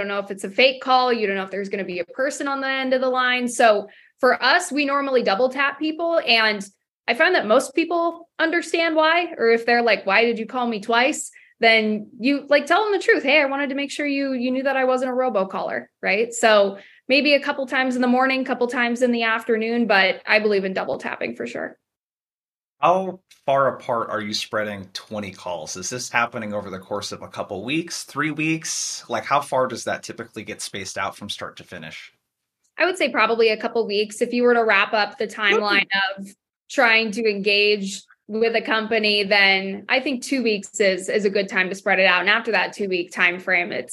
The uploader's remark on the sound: This episode is the audio from our recent webinar